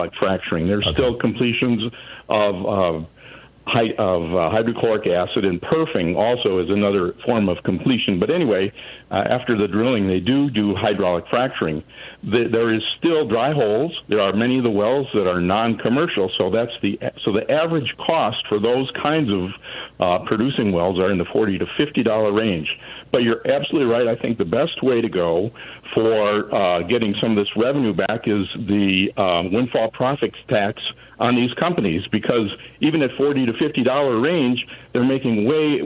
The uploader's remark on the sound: Progressive National Town Hall meeting. Listeners call.